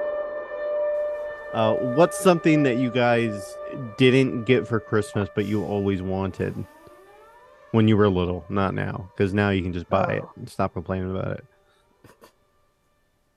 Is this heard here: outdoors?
no